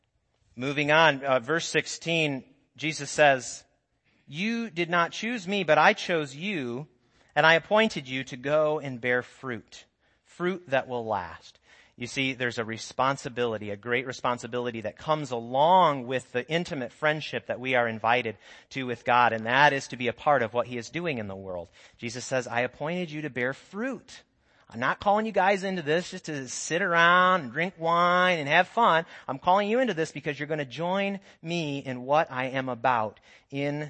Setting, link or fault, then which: setting, large echoing room